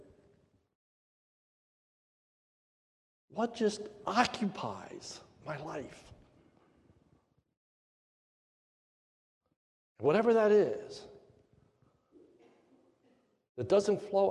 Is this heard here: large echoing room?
yes